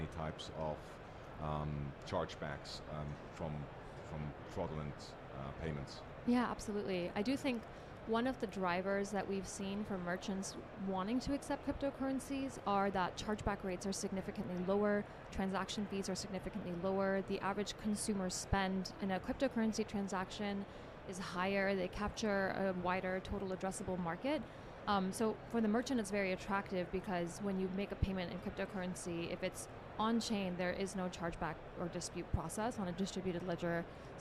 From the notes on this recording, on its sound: Recorded at Money 20/20 in October 2022.